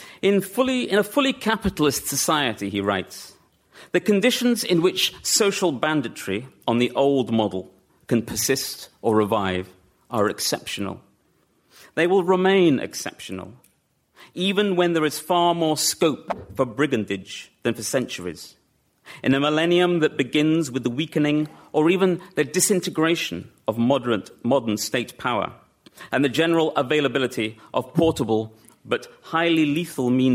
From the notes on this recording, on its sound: LRB Winter Lecture delivered at the British Museum